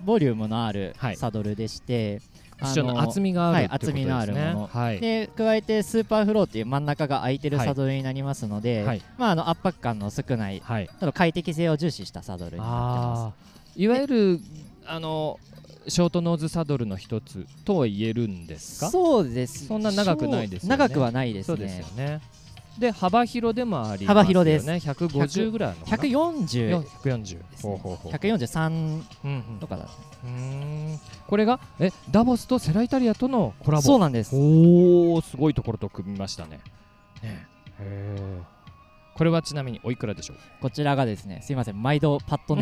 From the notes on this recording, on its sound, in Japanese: シマノバイカーズフェスティバル2023 ブース突撃訪問後編。収録地： 長野県諏訪郡富士見町 「富士見パノラマリゾート」。収録機材： ZOOM F3 (レコーダー)、AKG D5, C3000B（マイク）。